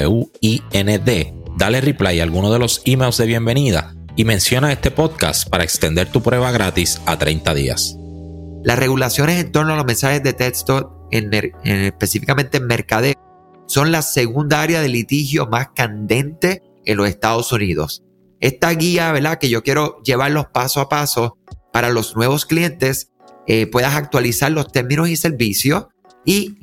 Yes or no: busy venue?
no